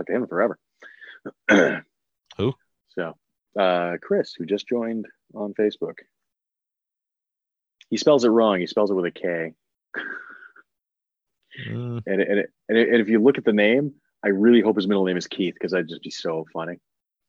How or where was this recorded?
video call